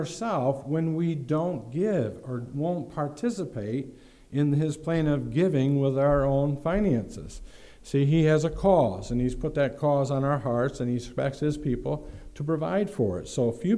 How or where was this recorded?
large echoing room